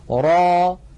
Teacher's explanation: را هذا مد طبيعي، ألف مسبوقة بفتحة، نمدها بمقدار حركتين ونحرص ألا نخرج في آخرها همزة